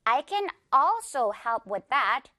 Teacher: 앞에 있는 이 어 부분은 길게 · Term: 강세